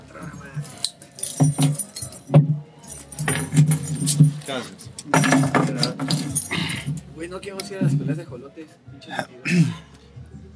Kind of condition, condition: setting, inside a vehicle